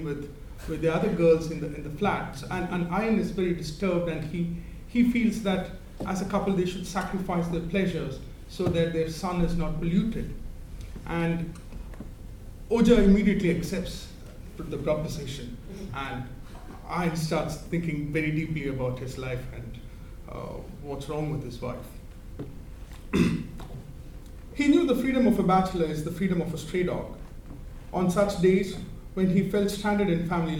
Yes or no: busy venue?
yes